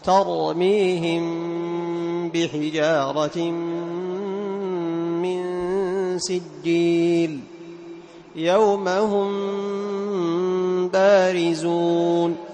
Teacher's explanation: إطباق خفيف مع زيادة في الغنة، هكذا تخفى يعني الميم الساكن عند الباء · Term: الإخفاء الشفوي